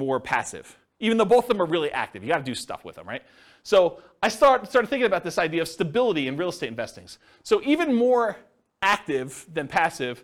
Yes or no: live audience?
yes